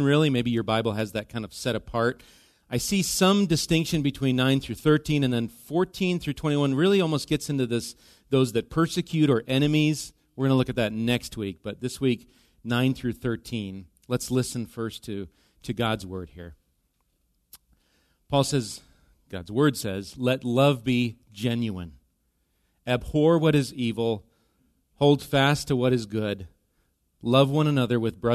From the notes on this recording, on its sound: Recorded live at Bethany Bible Church on: 8/13/23. Bethany Radio is a production of Bethany Bible Church in LeRoy, MN.